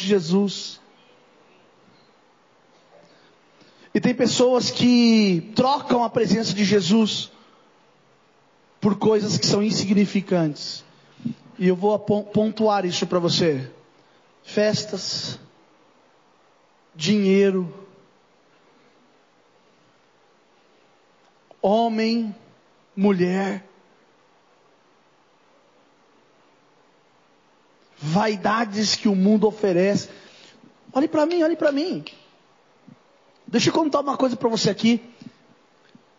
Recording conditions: large echoing room